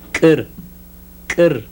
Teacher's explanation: Now a voiceless velar ejective.